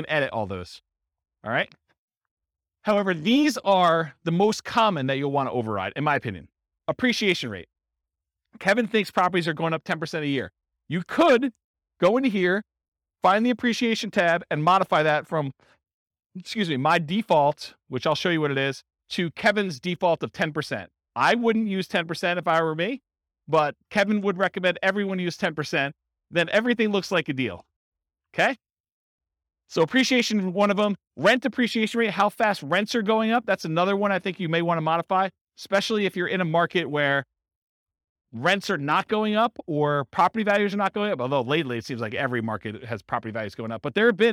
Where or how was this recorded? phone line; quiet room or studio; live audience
live audience